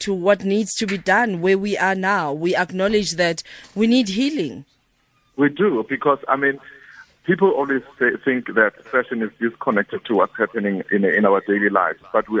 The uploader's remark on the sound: GUEST (phone)